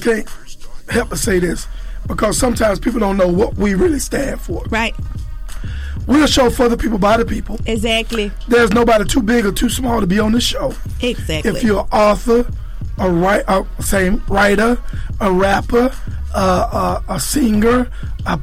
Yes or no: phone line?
yes